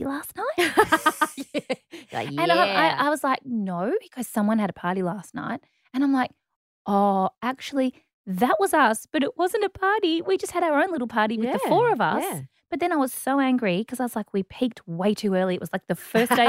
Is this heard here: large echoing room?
no